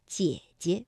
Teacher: 第一个姐呢，我们就把它读成二幺